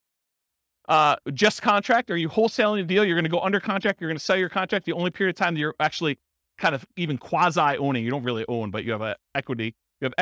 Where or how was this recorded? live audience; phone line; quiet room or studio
live audience